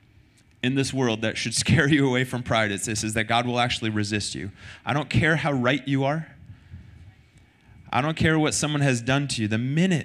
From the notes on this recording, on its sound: Recorded sunday night service 3-12-2023